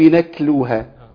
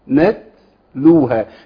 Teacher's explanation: لازم تحس ان همس التاء جاء من طرف اللسان · Shown in: second take · اذا حضرتك لقيت ان المخرج عند خروج الصوت انتقل الى اقصى اللسان، يبقى حضرتك اكيد ابدلت التاء بكاف.